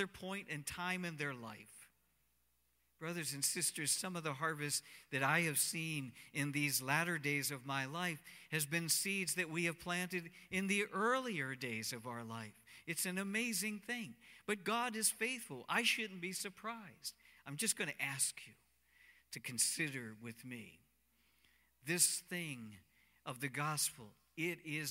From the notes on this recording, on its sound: Cornerstone Fellowship Sunday morning service, streamed live on Nov 15, 2020